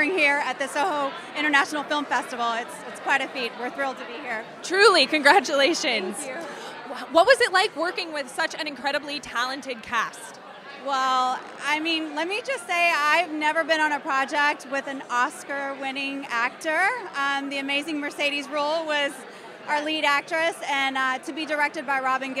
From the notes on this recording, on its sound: This week we take you to opening night of the Soho International Film Festival. This week we take you to opening night of the Soho International Film Festival.